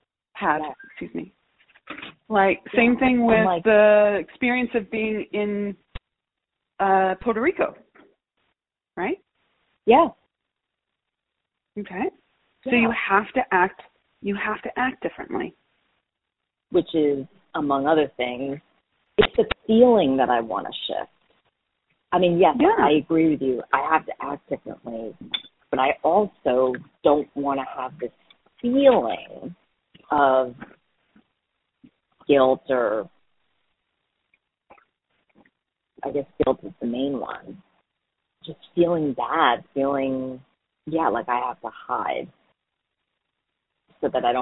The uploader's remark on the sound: Listen to this call with my client. All of these coaching calls have been recorded with permission, and the sound quality may vary.